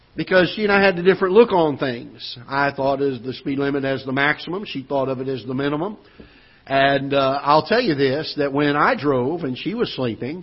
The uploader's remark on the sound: Ketha Heights Baptist Church ~ Live Broadcast